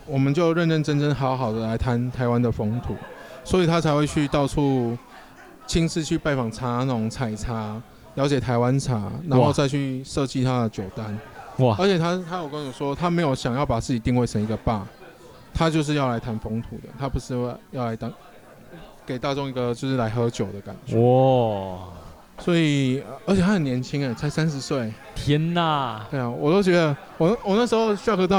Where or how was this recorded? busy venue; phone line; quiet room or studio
busy venue